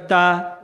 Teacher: ਜੀਵ ਦੰਦਾਂ ਨੂੰ ਲੱਗ ਕੇ ਬੋਲਦੀ ਹੈ